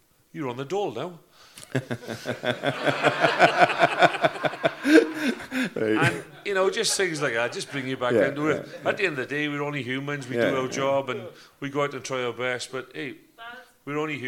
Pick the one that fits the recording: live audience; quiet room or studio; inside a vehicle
live audience